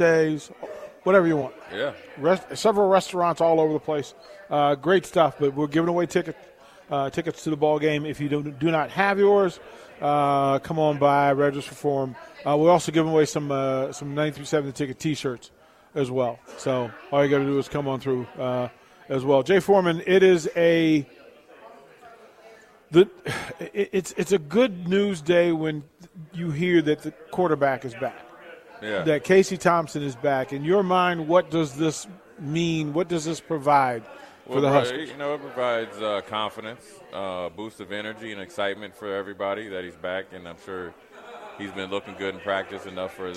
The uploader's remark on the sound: Live from Scarlett Hotel